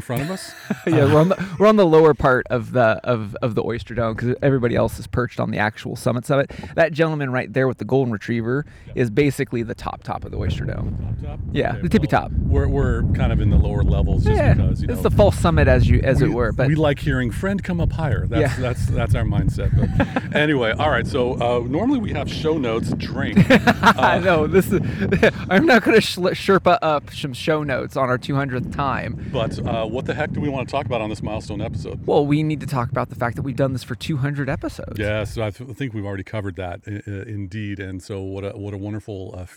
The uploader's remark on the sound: Recorded from the Oyster Dome. We recorded live from the top of the Whatcom famous Oyster Dome.